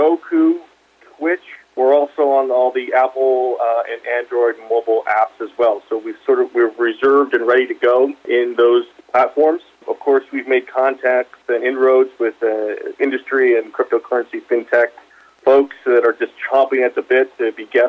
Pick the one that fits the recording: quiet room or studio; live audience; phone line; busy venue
phone line